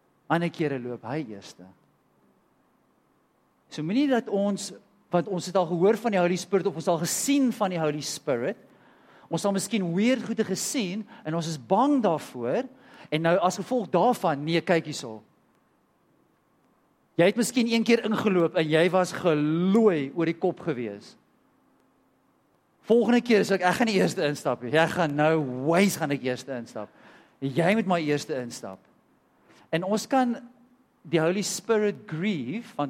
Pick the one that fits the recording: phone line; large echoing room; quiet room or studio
large echoing room